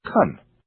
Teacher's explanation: since can is not stressed, the vowel is reduced to a, so can is actually pronounced can.